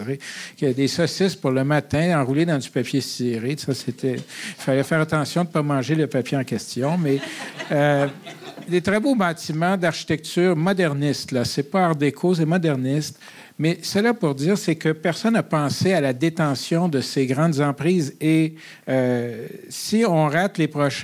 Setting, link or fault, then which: setting, live audience